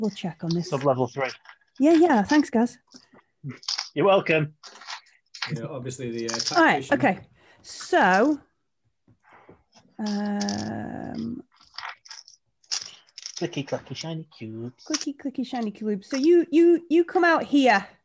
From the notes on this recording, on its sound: The background sounds during play are from Syrinscape.